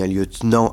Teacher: on dit un lieutenant accent sur nan, un colonel accent sur nel